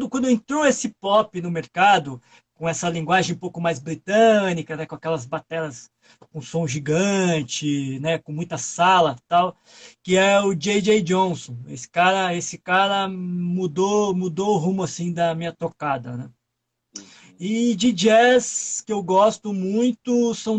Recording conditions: video call